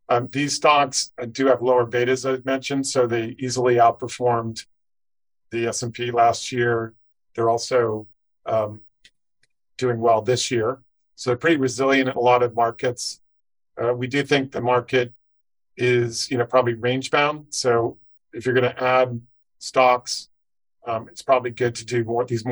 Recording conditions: video call